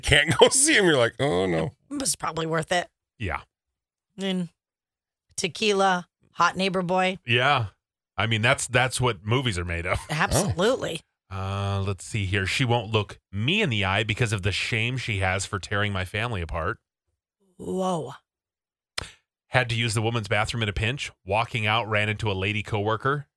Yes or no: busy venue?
no